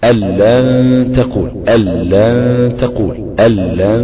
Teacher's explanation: ففيه حرفين الحرف الأول اللام والراء كأن تقول مثلا ألن تقول ألن تقول ألن أدخلت النون في اللام · Term: الإدغام بغير غنة